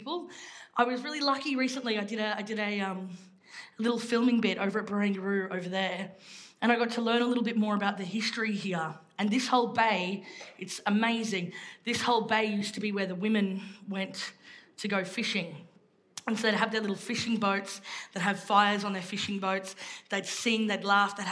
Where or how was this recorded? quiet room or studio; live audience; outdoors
live audience